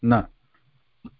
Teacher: na, dantya, the back of the teeth and nasal passage